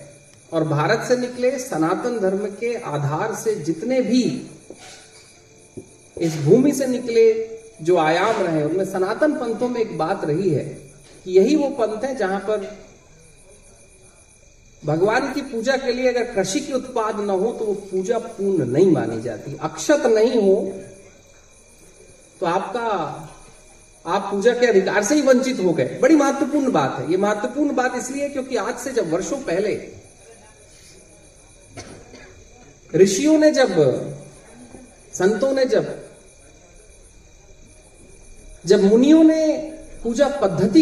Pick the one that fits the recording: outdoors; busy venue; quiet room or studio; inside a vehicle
outdoors